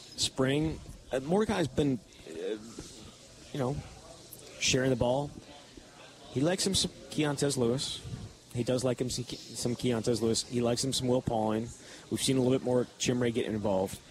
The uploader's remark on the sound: live at Monk's in Sun Prairie